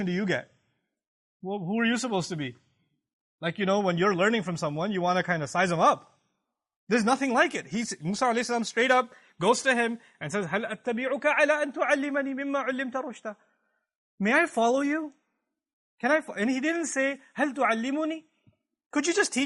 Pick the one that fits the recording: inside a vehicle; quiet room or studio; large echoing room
large echoing room